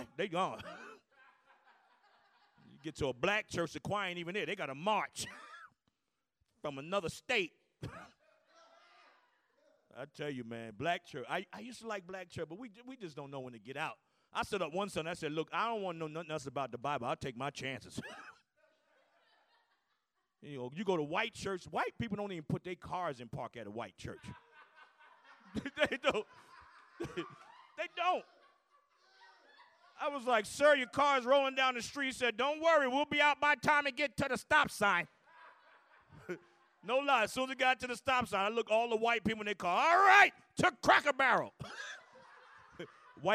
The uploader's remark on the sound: includes the audio from a special show at The Comedy Zone in Charlotte, NC during the Covid-19 quarantine.